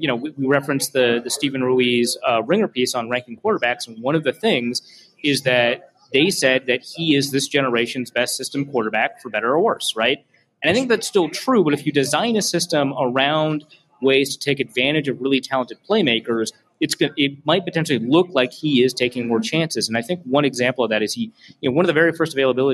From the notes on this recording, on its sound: Live from Lake Monster Brewing beer hall. Live from Lake Monster Brewery in the first live show for the 2022 campaign.